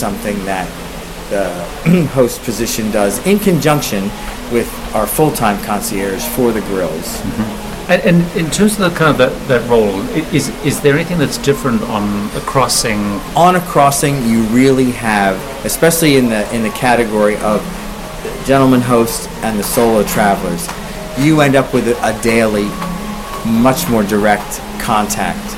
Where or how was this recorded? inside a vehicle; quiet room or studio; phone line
inside a vehicle